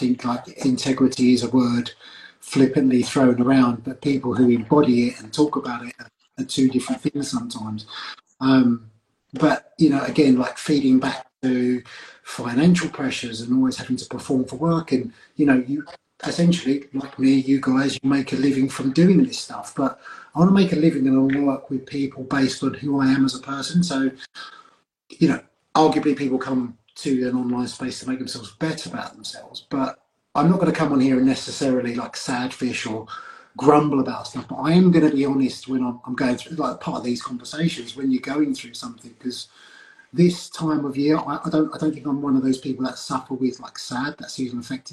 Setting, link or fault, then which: link, video call